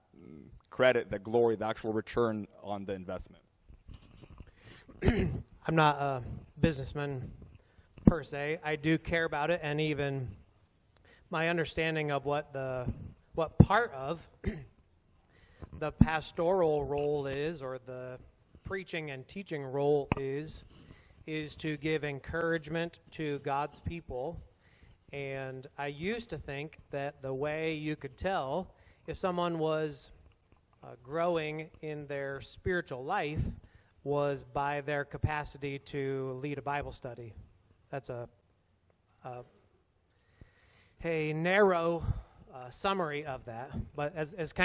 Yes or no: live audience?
yes